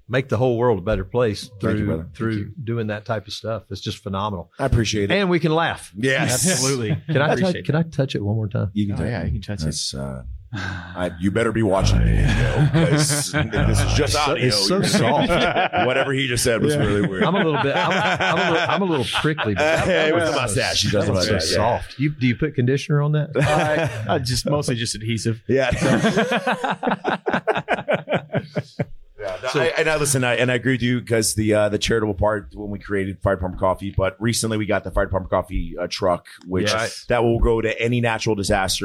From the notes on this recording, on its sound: Live at FDIC. To close out FDIC International.